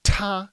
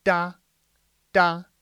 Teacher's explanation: When you say ta, a lot of air comes out of your mouth. · Shown in: first take · But if I say da, da, there's no air coming out of the mouth. · Term: aspirated